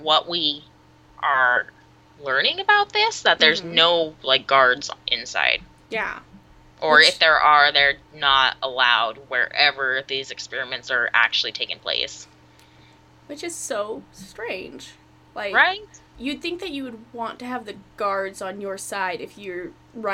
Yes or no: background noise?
yes